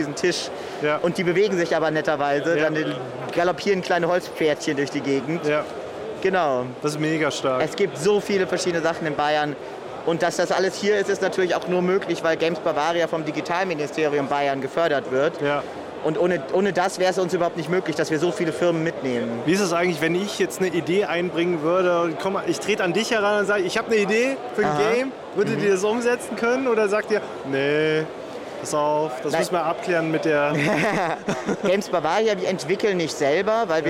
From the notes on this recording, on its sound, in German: Gamescom wieder in Real Life und allgemeine Eindrücke über die Messe. In der heutigen Special Podcastfolge sind wir "Live" auf der Gamescom in Köln.